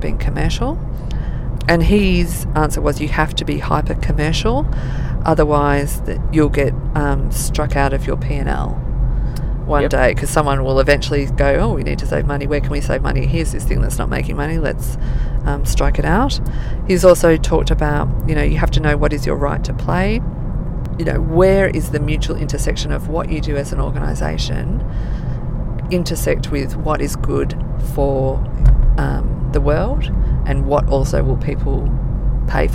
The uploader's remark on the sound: In his car while we were driving around between meetings.